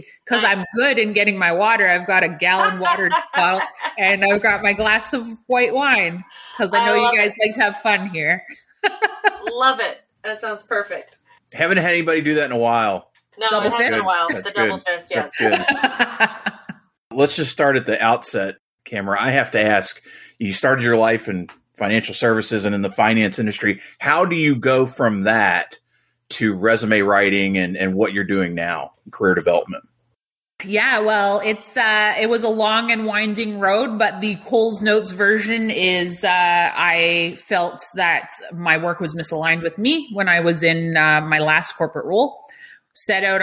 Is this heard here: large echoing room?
no